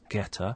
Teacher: a word ending with a consonant sound, get, linking with the following vowel sound to give us getter · Term: linked together